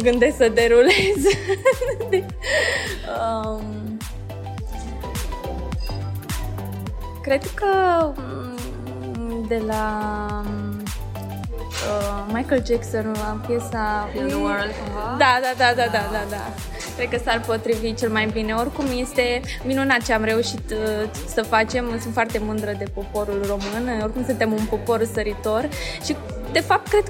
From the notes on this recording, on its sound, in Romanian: Interviu cu artisti de pe scena celui mai mare concert caritabil din Romania